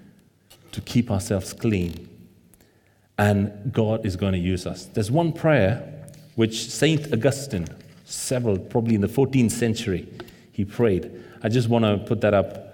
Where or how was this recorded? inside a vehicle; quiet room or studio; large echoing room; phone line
large echoing room